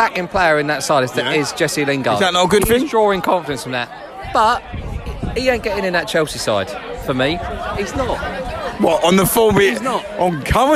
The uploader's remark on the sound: live from abeer garden